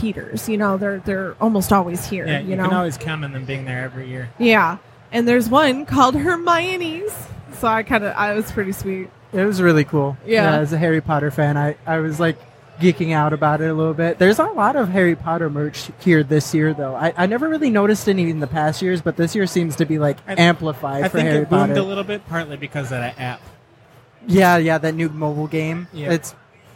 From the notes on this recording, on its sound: Live from Motor City Comic Con